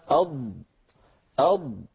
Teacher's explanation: هذه هي، هذا غار الحنك الأعلى، لما يقول أحدنا أض ويقرع بلسانه مخرج الضاد، لاحظوا بارك الله فيكم، كل هذه المنطقة كلها على الإطلاق، الحافتان والطرف كلها تنغلق، ويصير هذا المكان مغلقا بين حواف اللسان وبين غار الحنك، والهواء الخارج من الرئة من هنا يضغط على اللسان، لأنه قوة ضاغطة، فتحت تأثير هذه القوة الضاغطة يندفع اللسان قليلا إلى الأمام، مليمترات بسيطة، إلى أن يلامس رأسه منطقة التقاء اللحم بالأسنان من الداخل. · Term: الاستطالة، صفة الاستطالة